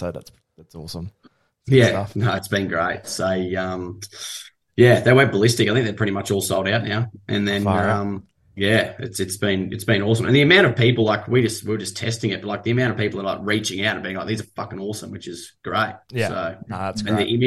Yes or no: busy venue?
no